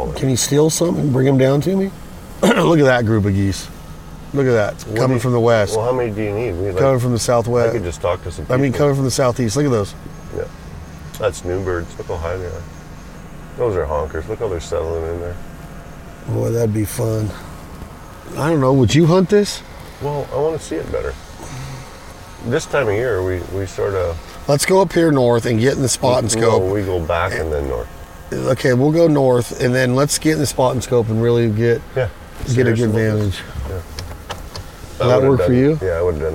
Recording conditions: inside a vehicle